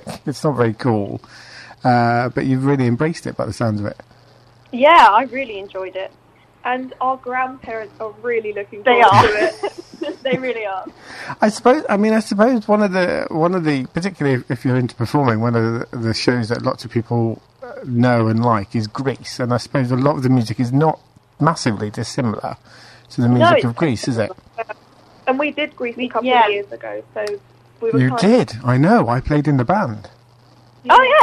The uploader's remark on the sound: is joined on the phone